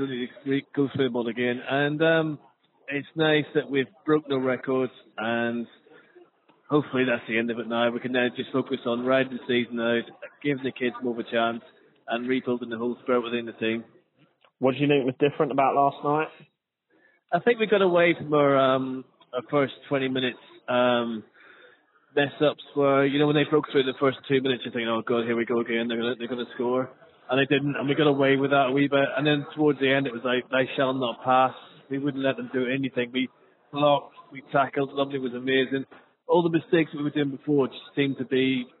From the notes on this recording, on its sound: have a chat on the phone in this mini-podcast